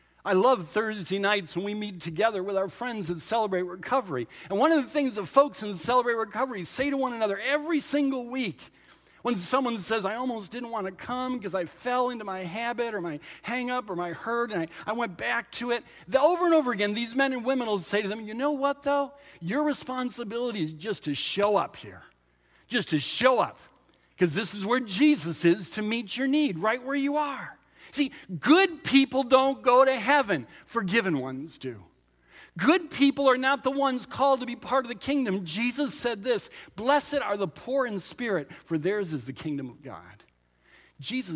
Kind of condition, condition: setting, large echoing room